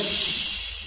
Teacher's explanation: التفشي انتشار الريح في الفم عند النطق بهذا الحرف بالشين